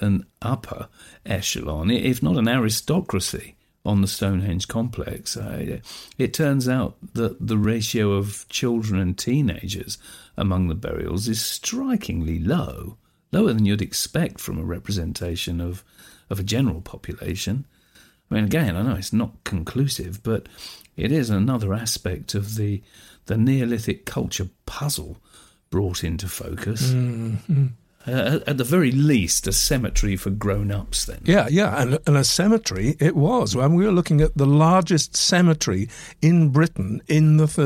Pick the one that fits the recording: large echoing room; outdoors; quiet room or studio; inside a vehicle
quiet room or studio